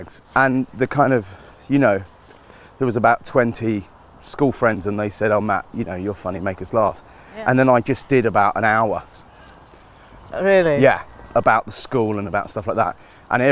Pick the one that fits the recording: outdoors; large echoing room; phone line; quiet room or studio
outdoors